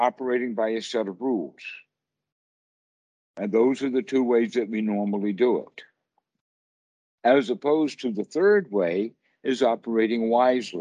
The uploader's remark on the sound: skype calls on this channel